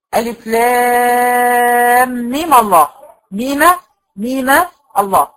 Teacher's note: حركت الميم بالفتح ووصلتها بلفظ الجلال · Term: تحريك الساكن